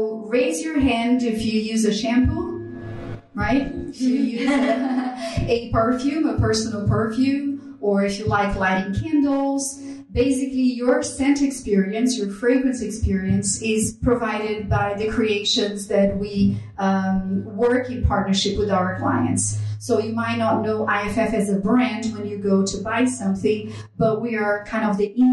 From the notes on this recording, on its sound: For the inaugural monthly speaker series "HOW IT WORKS"... LIVE PODCAST (recorded now thankfully) at the magical #metroburb, Bell Works of Holmdel, NJ.